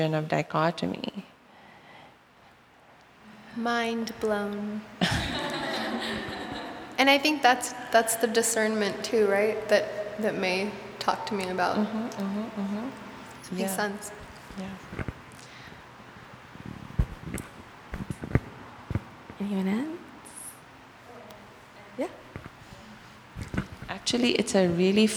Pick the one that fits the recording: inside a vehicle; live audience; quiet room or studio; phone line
live audience